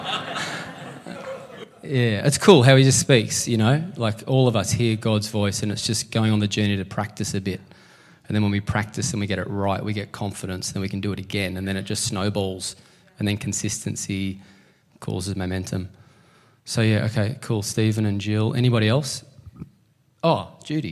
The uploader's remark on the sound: LIVE at Echo Church